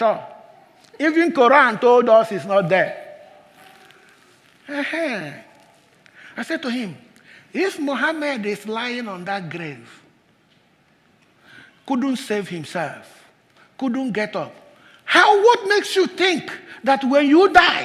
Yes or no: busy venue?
no